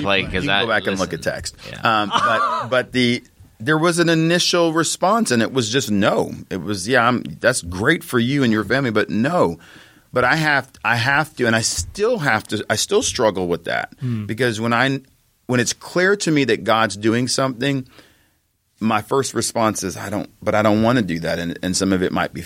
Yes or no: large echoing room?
no